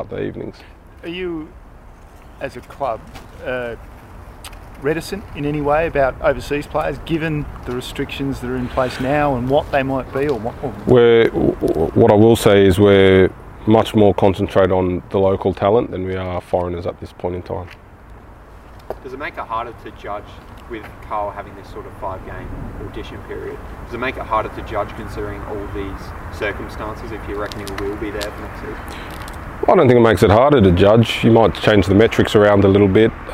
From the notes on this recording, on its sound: Press Conference.